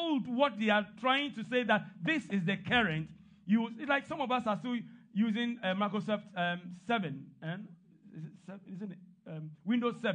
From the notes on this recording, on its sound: This podcast is a live recording of a Sunday Service.